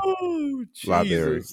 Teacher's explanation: The R in library is gone